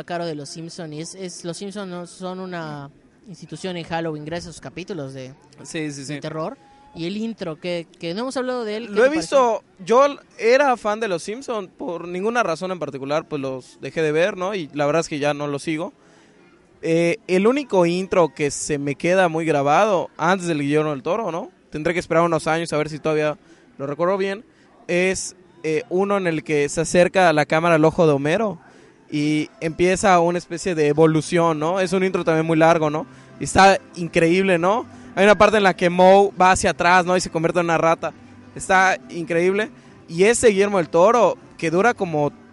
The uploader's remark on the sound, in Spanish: Programa especial grabado desde el paseo de las animas en el parque de la Ermita de Mérida Yucatán.